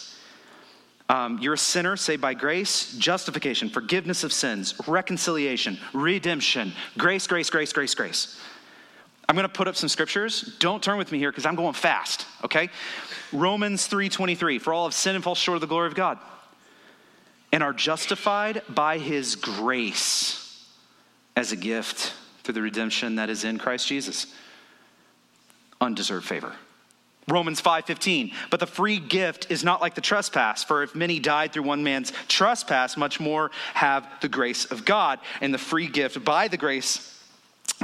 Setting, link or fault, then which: setting, large echoing room